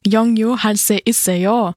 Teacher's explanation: am Ende der Frage geht man auf eine besondere Art und Weise mit der Stimme nach oben · Term: Intonation